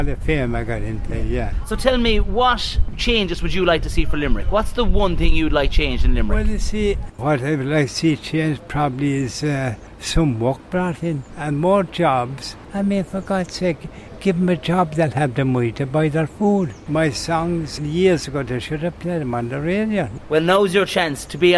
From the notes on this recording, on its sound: The Hard Shoulder was LIVE from the International Rugby Experience in Limerick City.